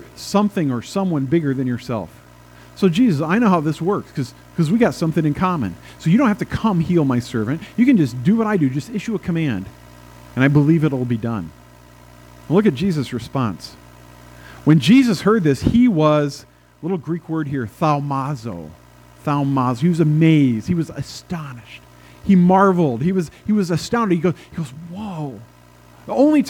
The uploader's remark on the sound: at First Presbyterian Church in Pine City, Minnesota, on April 24, 2022